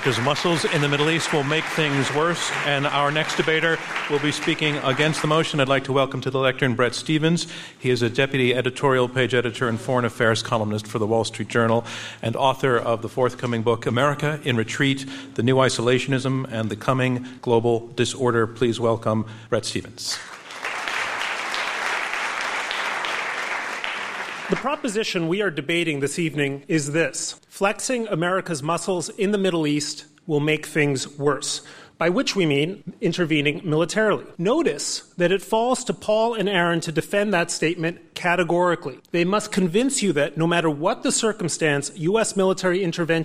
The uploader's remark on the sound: Before the debate, the audience at the Kaufman Music Center in New York voted 26 percent in favor of the motion and 31 percent against, with 43 percent undecided.